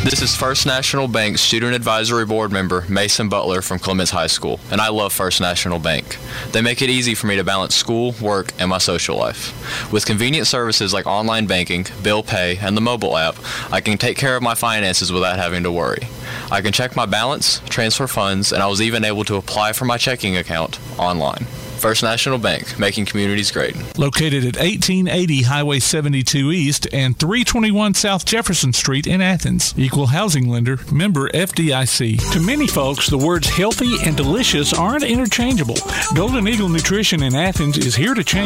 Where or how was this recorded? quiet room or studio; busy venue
busy venue